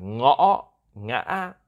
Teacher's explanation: it's just like it like goes up a little bit, then it's like hacking basically, and goes back